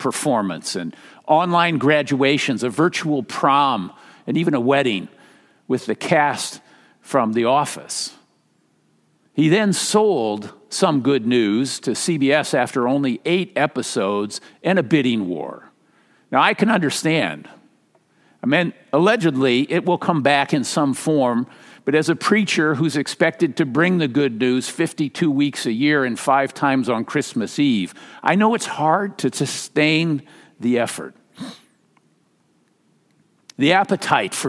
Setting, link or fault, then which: setting, large echoing room